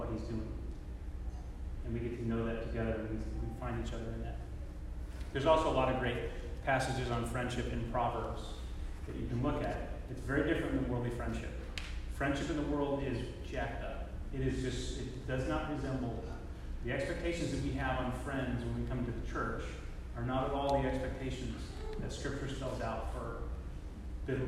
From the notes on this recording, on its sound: Apologies for the quality of the recording. There are some sections that are not very audible.